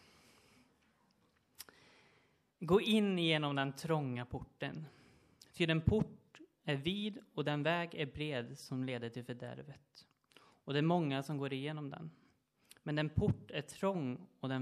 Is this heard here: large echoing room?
yes